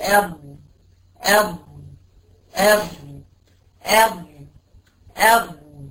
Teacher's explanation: ضغط الصوت عندي خلف الحافة بتاعت اللسان مع الأضراس العليا اللي هو مخرج الضاد، يعني بيبقى في منطقة ضغط عندي اللي هي معرفة الأضراس. · Term: استطالة الضاد